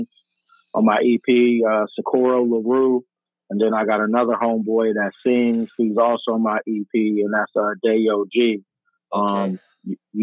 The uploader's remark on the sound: TAPS IN ON THE PHONE. FROM ARIZONA.